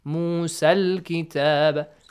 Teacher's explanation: So alif maqsura, the mad is changed to a short vowel sound fatha.